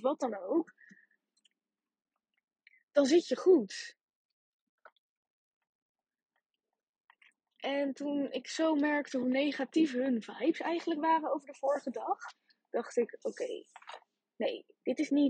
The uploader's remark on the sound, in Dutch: Jammer genoeg is de kwaliteit van deze opname ver-schrik-ke-lijk.